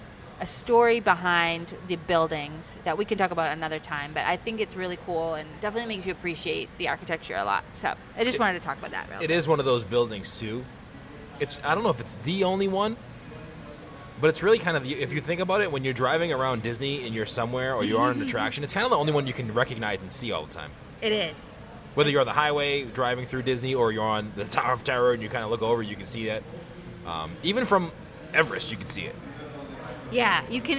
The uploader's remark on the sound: Live From The Swan and Dolphin Resort